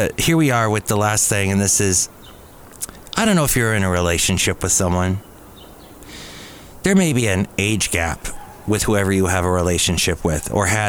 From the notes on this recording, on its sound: podcasts live from Cafe Anyway